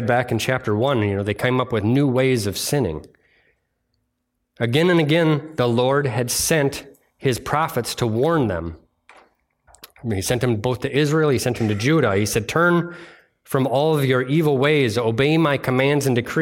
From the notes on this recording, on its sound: delivered on Sunday, August 6th, 2023 at Bible Center Church in Maiden Rock, Wisconsin